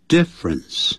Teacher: 老外正常念的时候把中间的这个 schwa 的这个音啊,er 的音啊他把它去掉。difference 变成两个音节